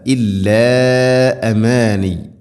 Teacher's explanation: മദ്ദിൻ്റെ അക്ഷരമായ അലിഫിന് ശേഷം ഹംസ അടുത്ത പദത്തിൽ നാലോ അഞ്ചോ ഹർക്കത്തിൻ്റെ ഖദറിൽ നീട്ടാവുന്ന മദ്ദാണത്